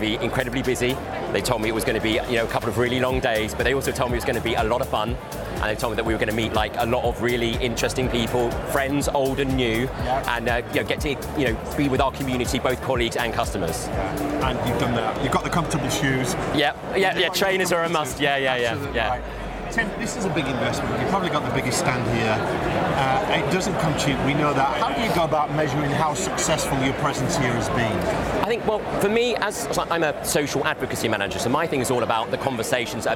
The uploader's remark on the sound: Live from Europe's Biggest Event 'Accountex'. A series of live interviews from Accountex 2022 in London. AIBN were the official broadcast partners of the event. Enjoy the live buzz of the event!